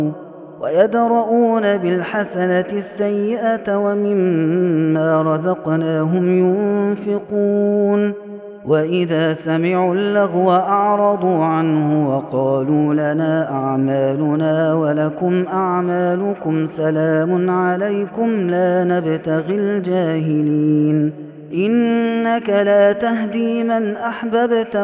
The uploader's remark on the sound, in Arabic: هذا التسجيل من صلاة التراويح